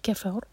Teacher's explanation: را ہیوی، را ساکن، کیونکہ را ساکن سے پہلے فتح ہے